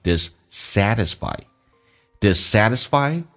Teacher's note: 记住那个 T 浊化成 D 在美式发音